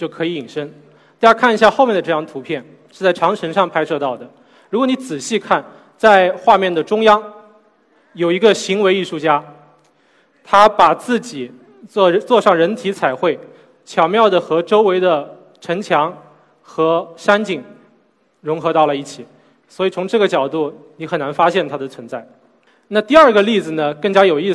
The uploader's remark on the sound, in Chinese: SELF格致论道讲坛。在 SELF 讲坛的舞台上。